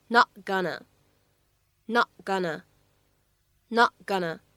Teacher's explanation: 首先，在第一句话当中，not gonna 失去爆破